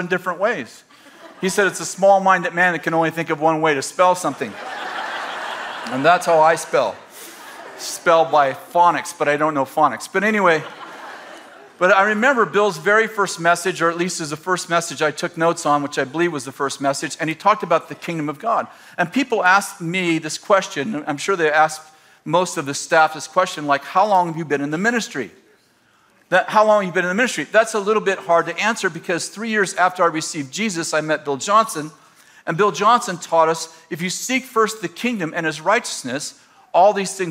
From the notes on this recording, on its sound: In this throwback message from December 12th, 2017 at Bethel Church in Redding CA.